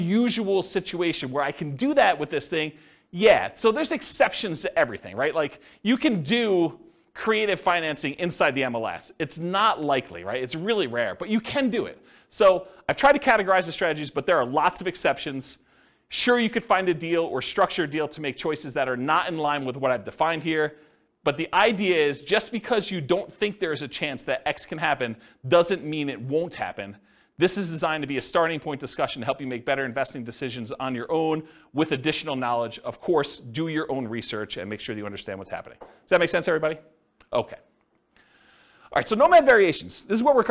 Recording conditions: live audience